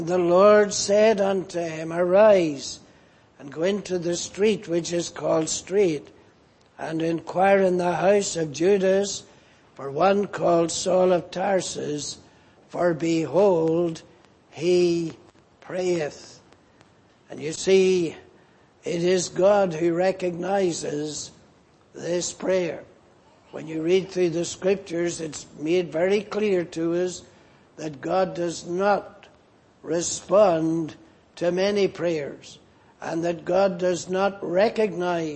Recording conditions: large echoing room